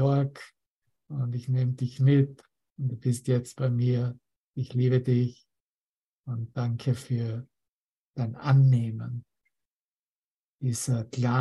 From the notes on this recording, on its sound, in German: Zoom-Session. Veranstaltet von der Aleph Akademie.